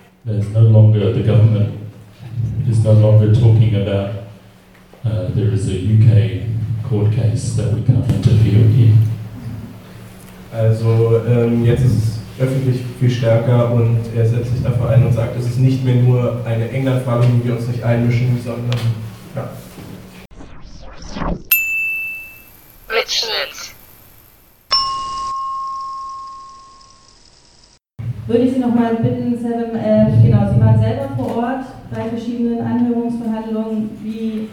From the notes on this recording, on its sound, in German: Mitschnitte der Diskussions- und Solidaritätsveranstaltung in der "Mai-Galerie" der Tageszeitung "Junge Welt"